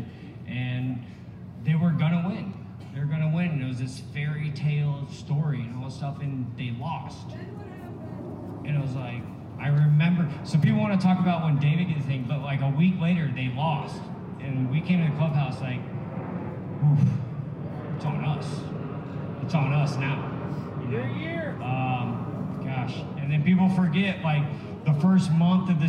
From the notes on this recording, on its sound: Day 3 coverage of Innings Festival 2020 from Tempe Beach Park, Arizona